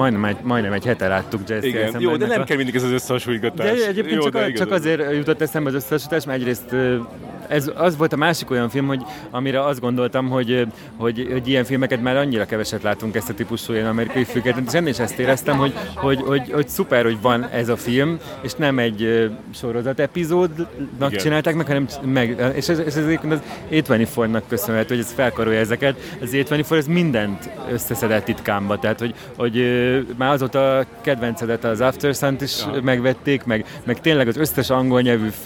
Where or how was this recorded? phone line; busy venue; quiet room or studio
busy venue